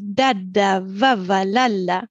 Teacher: dass auch eher die erste Silbe betont ist, weil das ist unser Grundbetonungsmuster · Term: trochäische Betonungsmuster